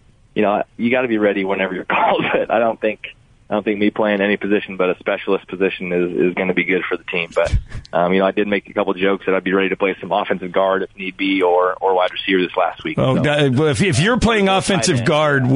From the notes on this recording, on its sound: called in to talk